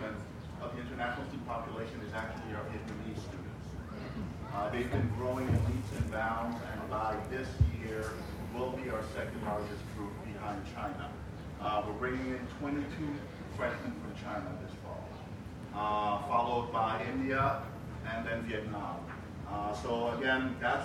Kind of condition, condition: setting, outdoors